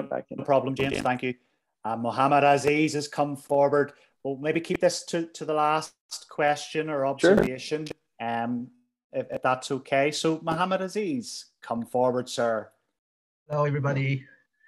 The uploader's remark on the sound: UK 30 Day Miracle Challenge Zoom Call. Audio from the discussion of day one of the 30 Day Miracle Challenge Zoom call in the U.K.